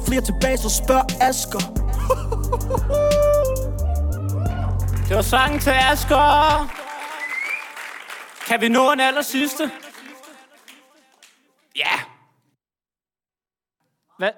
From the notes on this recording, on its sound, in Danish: LIVE fra Aveny-T. Første live-podcast i årevis!